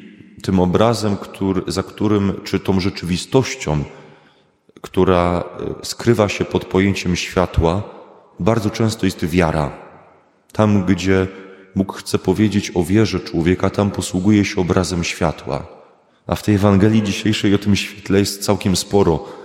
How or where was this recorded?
large echoing room